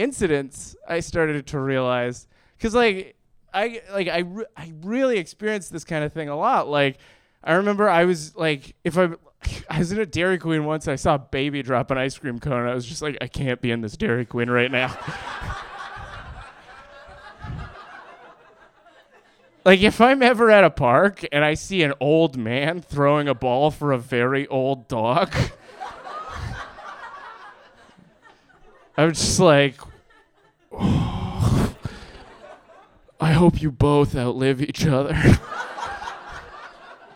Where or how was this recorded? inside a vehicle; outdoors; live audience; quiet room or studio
live audience